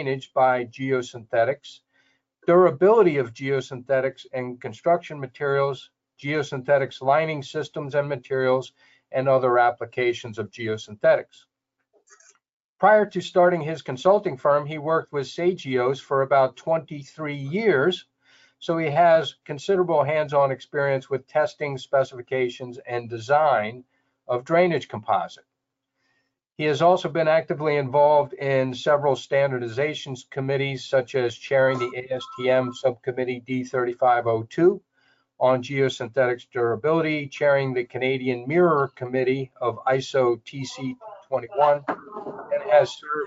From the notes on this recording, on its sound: This is an audio version of the FGI webinar.